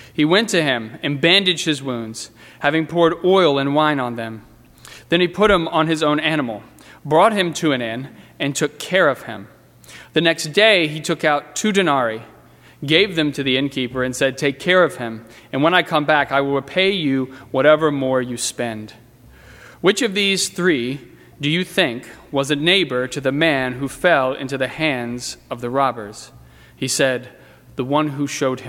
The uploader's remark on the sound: during the 10:30 AM service on Sunday November 18, 2018, at First Presbyterian Church of Arlington Heights, Illinois.